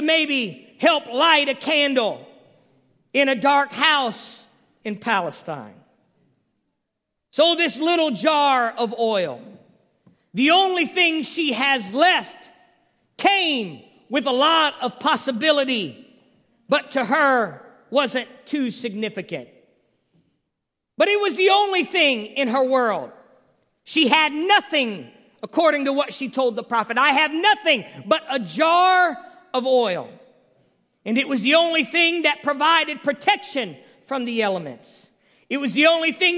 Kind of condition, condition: setting, large echoing room